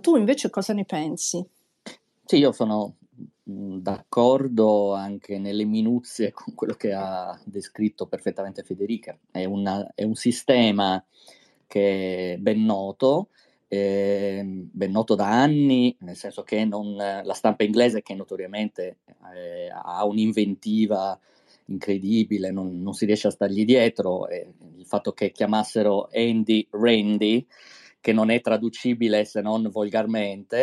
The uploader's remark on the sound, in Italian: Live su Twitter Spaces